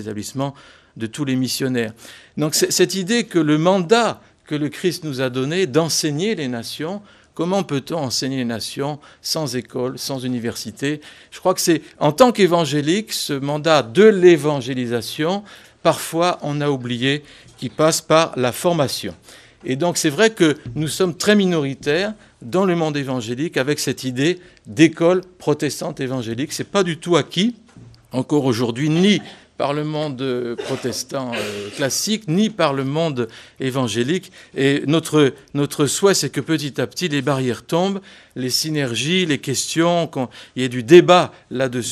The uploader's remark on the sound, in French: Conférence donnée le samedi 13 octobre 2018 lors du 18ème Colloque national des Associations Familiales Protestantes